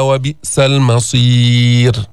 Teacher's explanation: رققنا الراء لأنه سكنت وقفا وقبلها ياء ساكنة